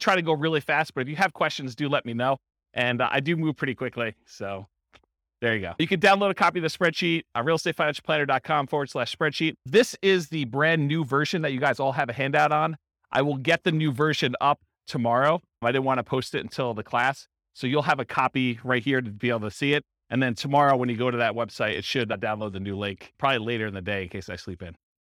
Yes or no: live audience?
yes